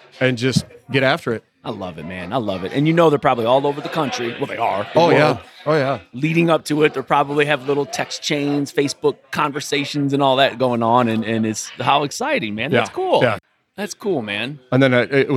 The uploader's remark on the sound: It has stood on the corner of Edison Rd & St Rd 23 since 1962. We record AT The Backer.